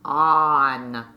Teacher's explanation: Now say the word on. Your tongue is in a much lower and farther back position than it was when saying the word see